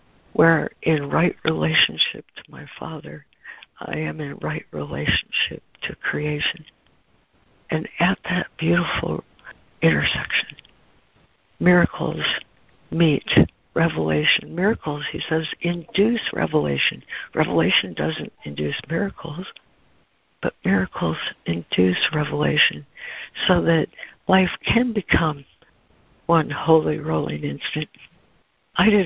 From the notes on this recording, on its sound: ACIM Daily Conference Call